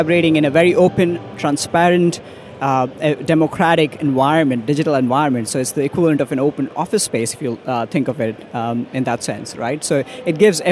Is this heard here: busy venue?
yes